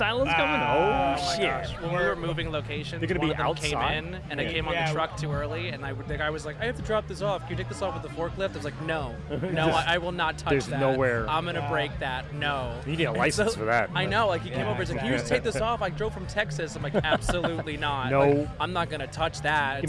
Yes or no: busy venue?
yes